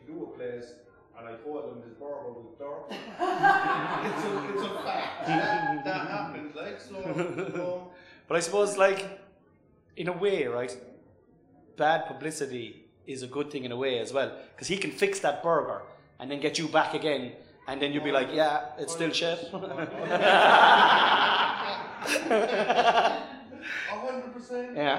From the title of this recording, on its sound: Live at The Cork Podcast Festival